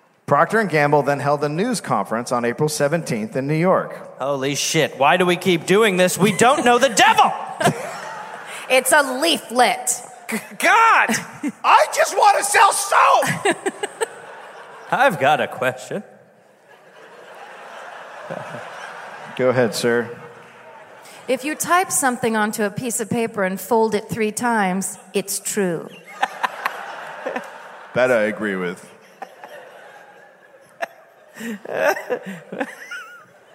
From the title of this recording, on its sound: Live in LA